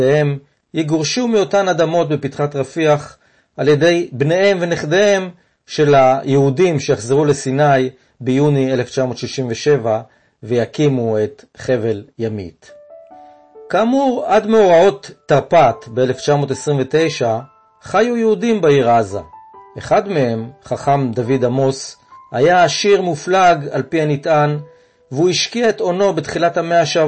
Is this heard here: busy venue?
no